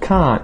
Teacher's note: And the tongue stops the air, can't. So it sounds like a very, very, very short N sound instead of a long N sound.